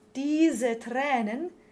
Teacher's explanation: the S is voiced because of the following vowel within the word diese.